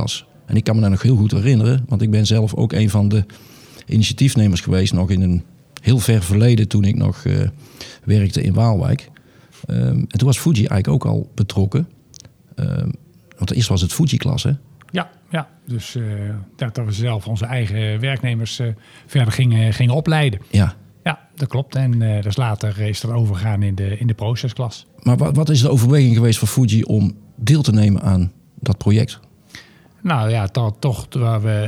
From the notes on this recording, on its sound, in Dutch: We zitten op dit moment in een ingerichte studio op de open dag van de School voor Procestechniek op het ROC TILBURG. We hebben op de open dag verschillende afleveringen opgenomen.